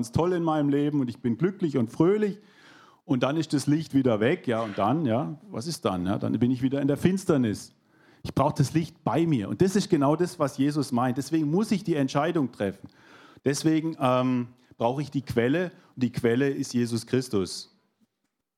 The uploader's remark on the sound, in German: 2022 in der Gemeinde Kaleo Schopfheim aufgenommen.